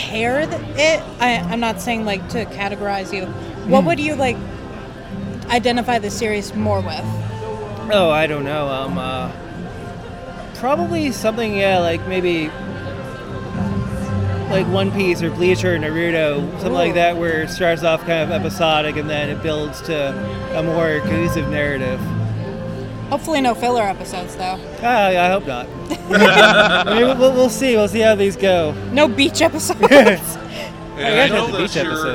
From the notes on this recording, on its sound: live at Geek Fest 2023